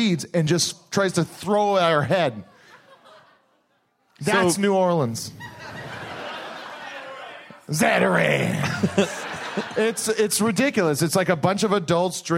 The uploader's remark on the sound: Live at SF Sketchfest 2015. It's some LIVE hostful goodness!